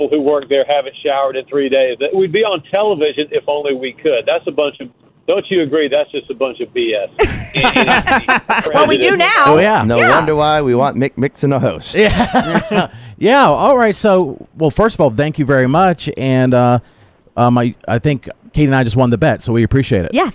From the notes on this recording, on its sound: The entire show plus others from the station went to the ceremony to accept the award. Called in to clarify some things!